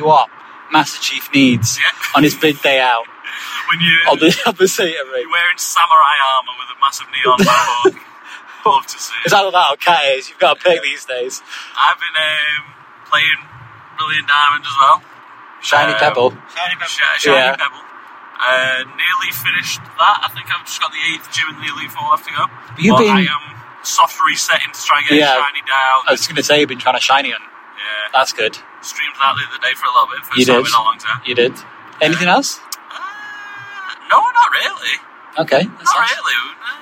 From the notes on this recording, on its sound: If this weeks episode is too hard to listen to, we understand. We thought it would be fun to chat in the car on the road.